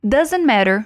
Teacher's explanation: Só que ela meio que come esse it na hora da fala e fica só doesn't matter